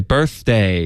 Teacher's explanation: 你的舌尖 birth,要贴上齿